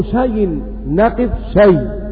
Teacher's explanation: ننقل حركة الهمز إلى الياء فتصير شيء، نقف شيء. · Term: النقل